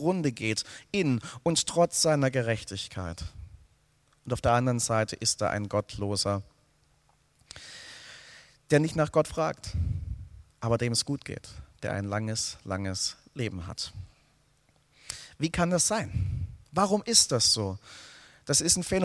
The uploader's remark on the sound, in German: aus dem Gottesdienst der Liebenzeller Mission